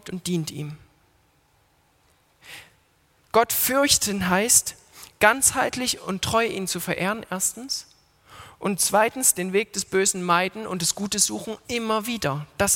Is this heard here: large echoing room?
yes